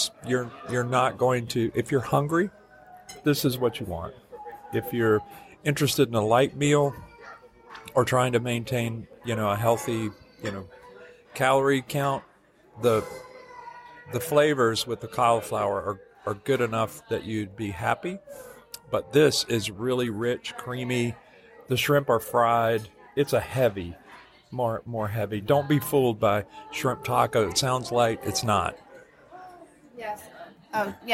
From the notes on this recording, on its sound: At the table in The Wave of American Flavors at Disney’s Contemporary Resort for a LIVE dining review. We sit down for lunch.